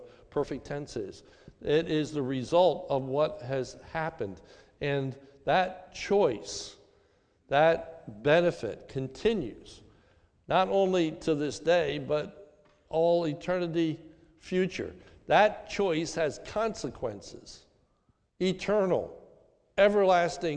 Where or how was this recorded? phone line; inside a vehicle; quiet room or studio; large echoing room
large echoing room